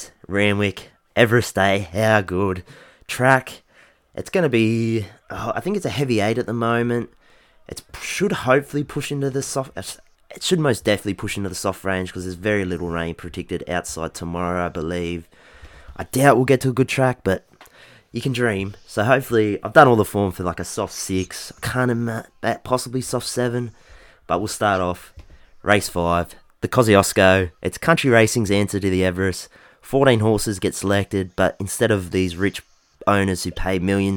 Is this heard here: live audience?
no